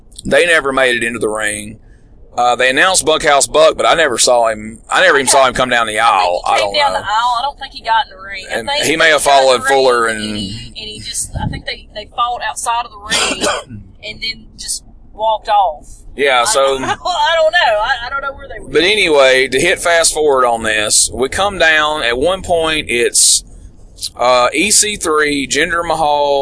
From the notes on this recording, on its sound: WrestleCade 2015 in Winston-Salem, North Carolina while driving back from the event.